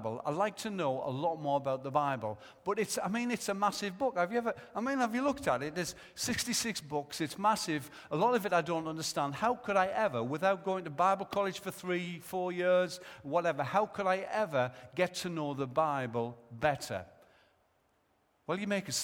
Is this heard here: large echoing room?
yes